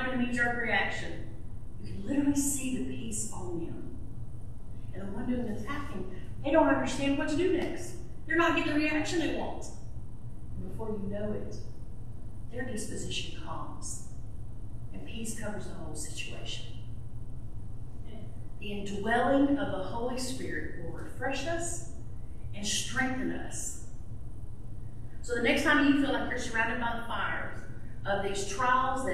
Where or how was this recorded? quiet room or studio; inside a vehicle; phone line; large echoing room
large echoing room